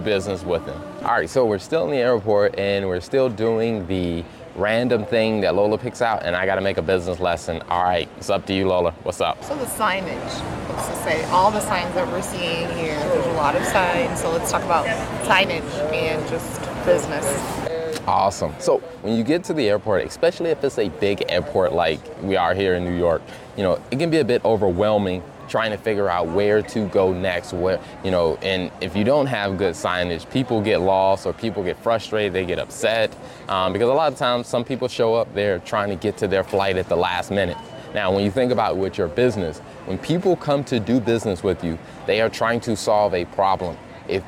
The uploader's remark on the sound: Brought to you from NYC. We are walking around Brooklyn New York, USA.